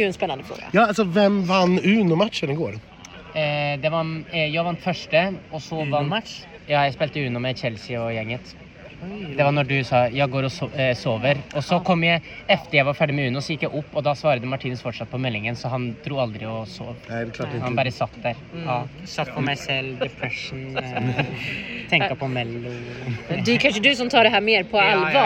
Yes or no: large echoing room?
no